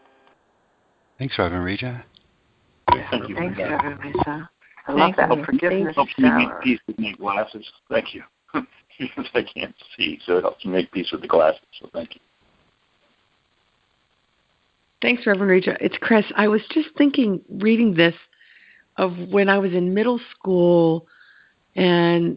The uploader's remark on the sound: ACIM Daily TEXT Conference Call.